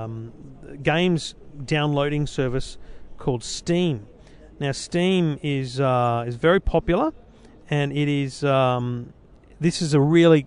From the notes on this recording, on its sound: Live in Barcelona for Mobile World Congress 2015